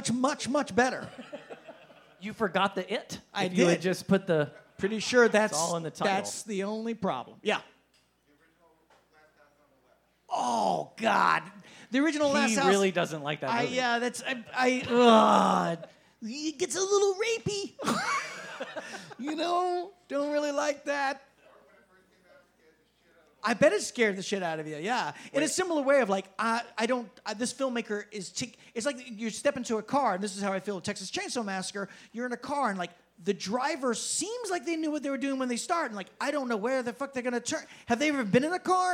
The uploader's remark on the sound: Phantasm LIVE at Fantastic Fest 2019. LIVE onstage at the Highball during Fantastic Fest 2019.